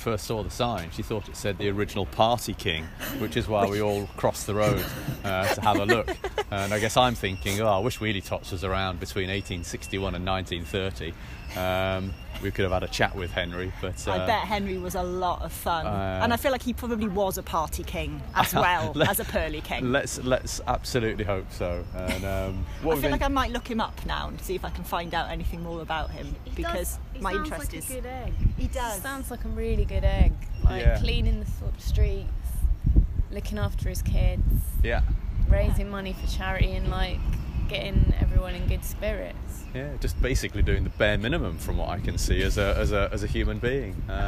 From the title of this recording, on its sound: Walking & Talking Finsbury Park to Green Park